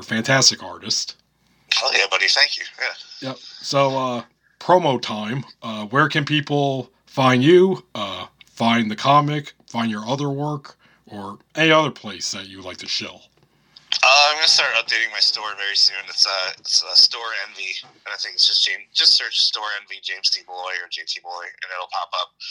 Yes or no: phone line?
yes